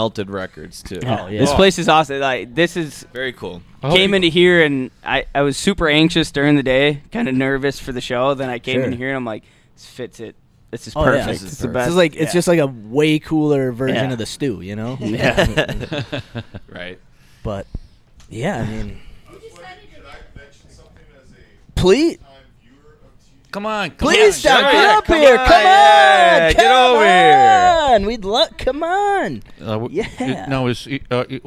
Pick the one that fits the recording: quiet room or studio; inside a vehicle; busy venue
busy venue